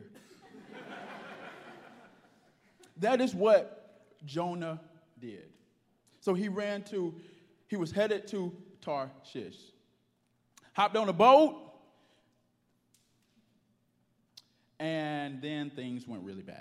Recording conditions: large echoing room